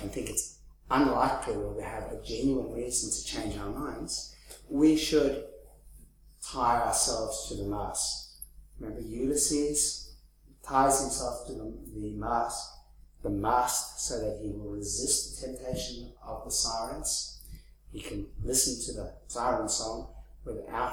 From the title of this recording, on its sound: 2015 Leverhulme Lecture